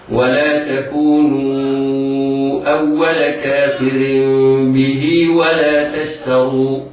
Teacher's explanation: ينشأ عن التحريك، عن إشباع الكسرة، ياء تمد مدا طبيعيا بمقدار 2 حركات · Term: الصلة